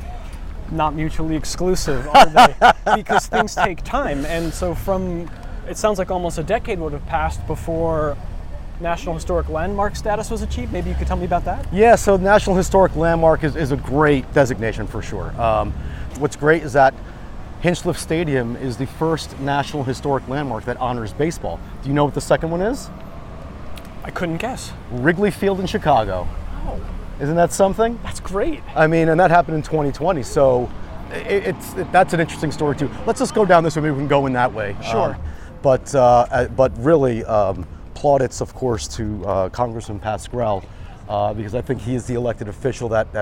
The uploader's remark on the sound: Hinchliffe Stadium at Paterson Great Falls. Captures the sounds of opening day. Paterson, New Jersey.